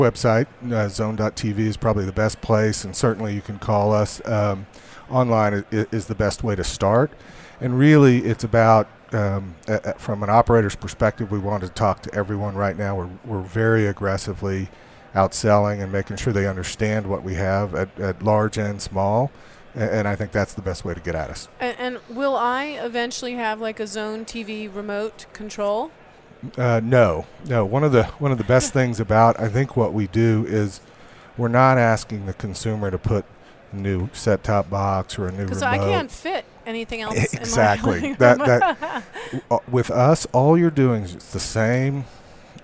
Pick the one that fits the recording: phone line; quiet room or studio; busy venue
busy venue